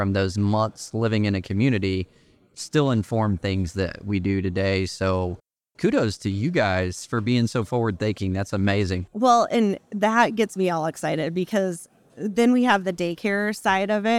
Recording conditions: busy venue